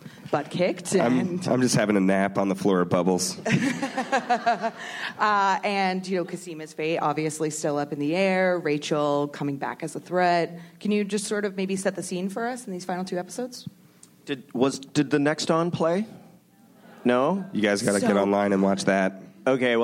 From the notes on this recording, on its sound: ORPHAN BLACK panel from ATX Television Festival. Recorded June 6, 2015 at ATX Television Festival.